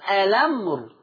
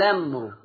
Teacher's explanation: لو وصلت في الأمر لما تبداي بالكلمه يا إما نقولها بهمزة الوصل ألمر أو أبدأ باللام على طول لمر